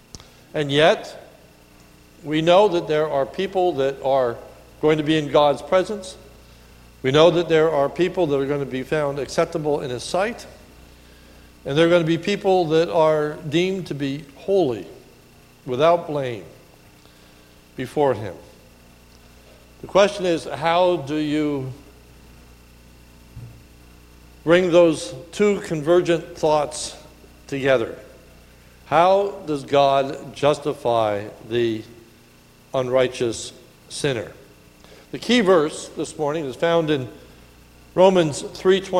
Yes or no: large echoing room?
yes